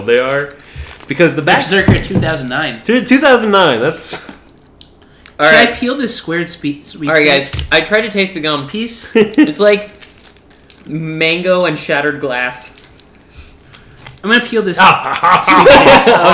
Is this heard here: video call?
no